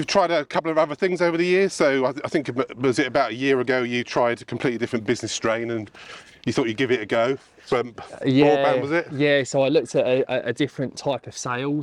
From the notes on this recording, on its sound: Recorded at Mote Park, Maidstone, Kent